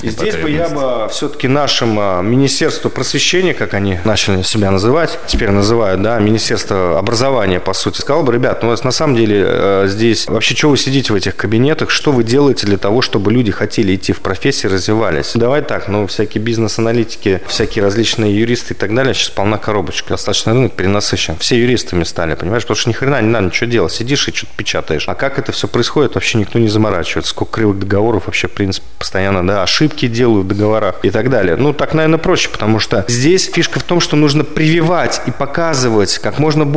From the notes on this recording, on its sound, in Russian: Записанный на CHEFS TEAM FEST. Chefs Team Fest. Москва. Записанный на CHEFS TEAM FEST.